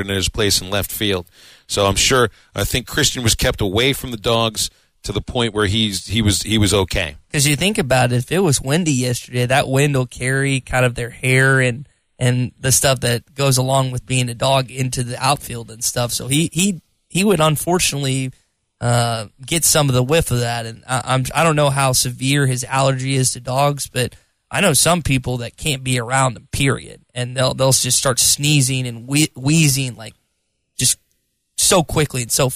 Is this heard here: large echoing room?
no